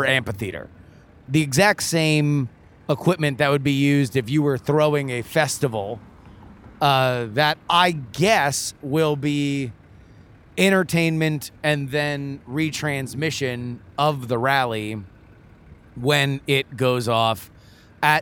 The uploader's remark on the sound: LIVE from the Tulsa … Rally!